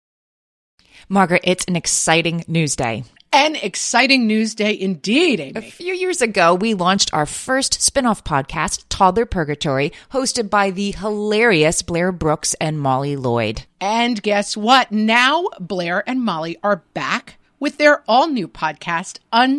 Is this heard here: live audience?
no